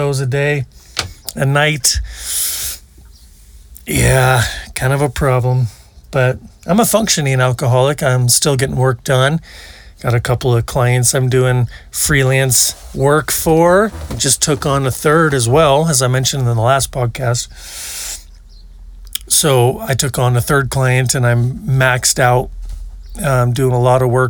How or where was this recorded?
outdoors